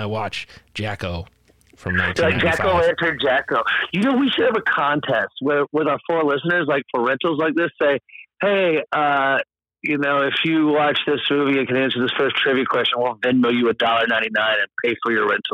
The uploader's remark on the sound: Well we lost the original recording for Episode 87: Vampyres. However your fearless hosts connected over the phone to do a fast review of the movie.